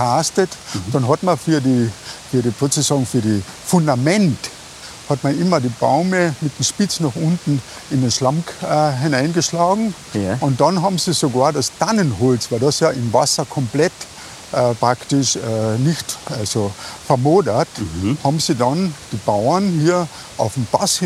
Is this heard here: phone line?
no